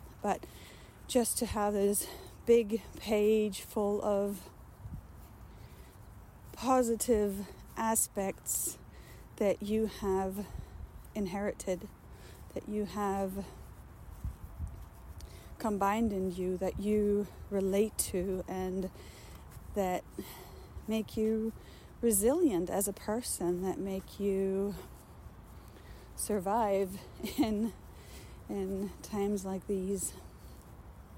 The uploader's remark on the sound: This recording was very spontaneous again, unfortunately, therefore without my mic, recorded directly into the phone. The autumn wind had some fun in it as well, sharing its own message relentlessly. I tried reducing it, because I‘m really sound sensitive and struggled a bit with it. I couldn‘t get it out without making it sound like I‘m in an empty factory building.